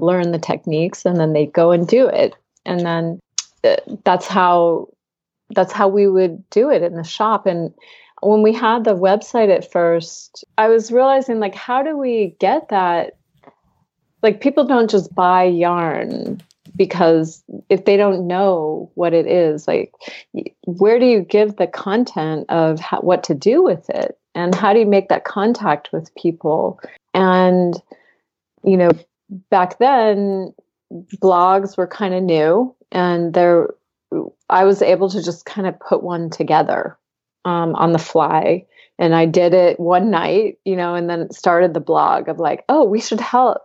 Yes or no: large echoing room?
no